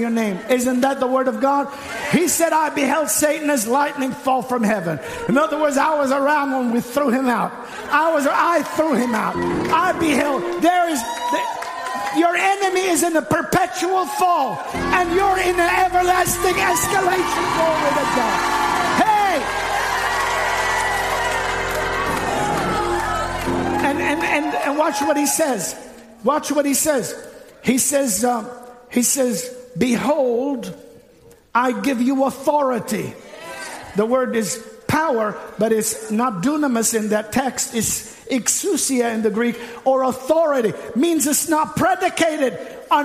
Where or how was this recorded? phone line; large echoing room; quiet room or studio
large echoing room